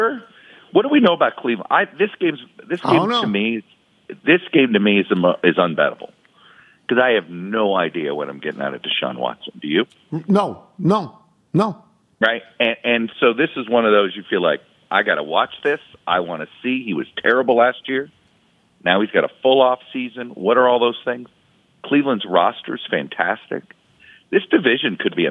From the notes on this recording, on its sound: phones